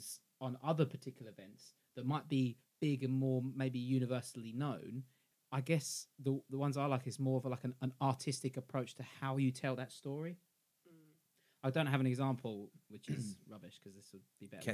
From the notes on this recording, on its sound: Audio Note: We've been trying a few new mastering techniques so apologies if this one is a little quieter than usual!